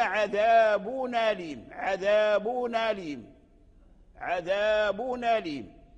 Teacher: إن كانت الهمزة مفتوحة حركناه بحركة الفتح، فقلنا عذابون أليم، عذابون أليم، عذابون أليم، فرجع عذاب أي التنوين الساكن رجع محرك بحركة الهمزة ديال همزة أليم، فحذفنا الهمزة أليم ونقلنا حركتها إلى التنوين